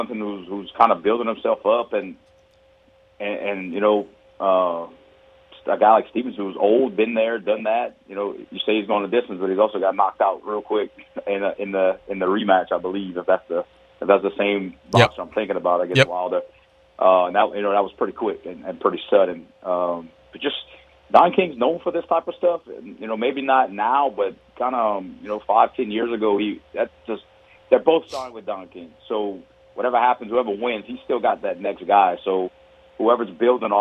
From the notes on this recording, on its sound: We then go to the phones